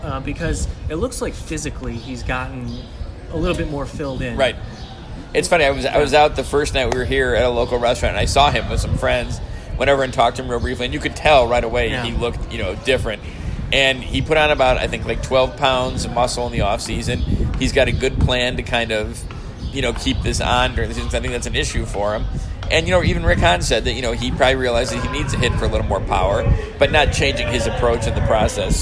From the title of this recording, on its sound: Live from spring training